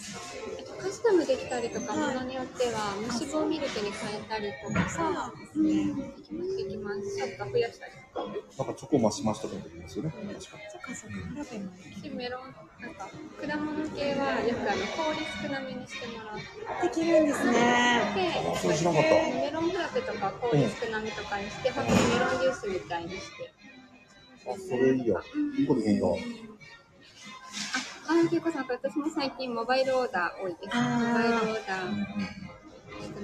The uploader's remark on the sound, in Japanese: 福岡スタバ同時配信。コラボ収録。Stand.fm。